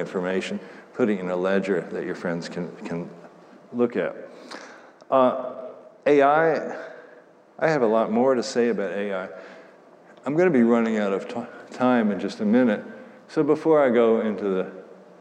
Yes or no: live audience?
yes